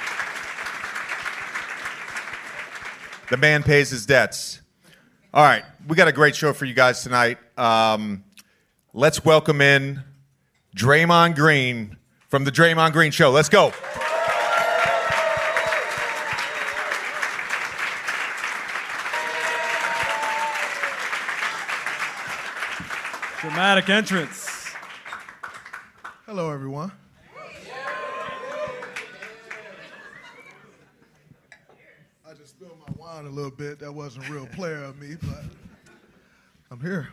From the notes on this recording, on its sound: live from City Winery in New York City